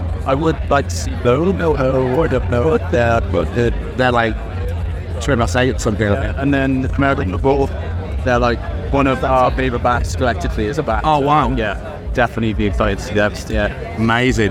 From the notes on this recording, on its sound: Live from 2000 Trees 2023